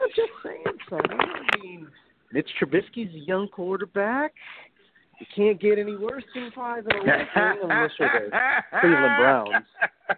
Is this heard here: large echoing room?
no